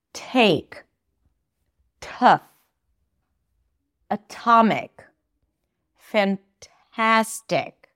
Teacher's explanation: When they're at the beginning of words and at the beginning of stressed syllables, then they're aspirated. There's this little H.